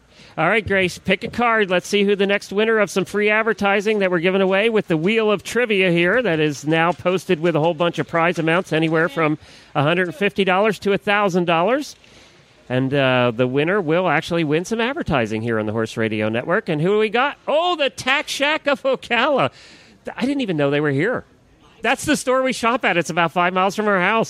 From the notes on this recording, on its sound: Live from AETA with a pile of guests.